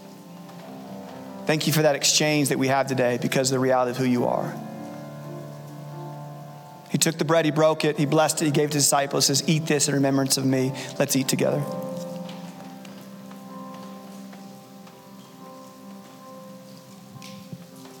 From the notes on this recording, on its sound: Recorded Live at Capital Church in Meridian, Idaho